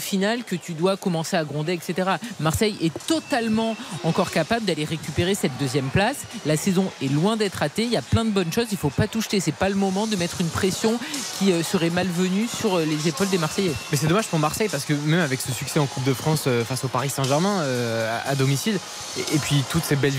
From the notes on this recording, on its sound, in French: Trois heures de direct. En direct du Stadium.